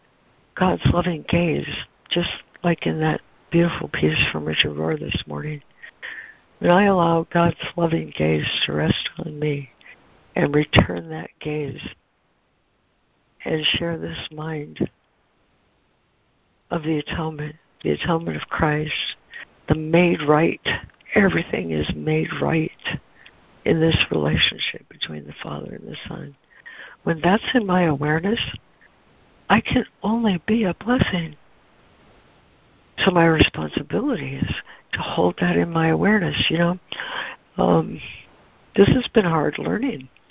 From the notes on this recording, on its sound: ACIM Daily Conference Call